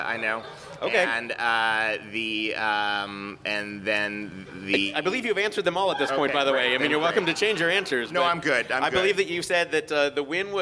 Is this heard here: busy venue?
yes